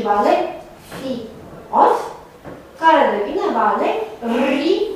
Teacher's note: În transformarea oricărui S intervocalic în R. · Term: rotacismul